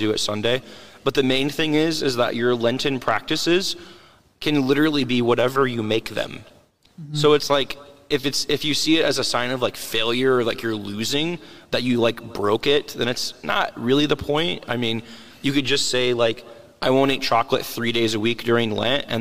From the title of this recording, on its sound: LIVE from St. Matthias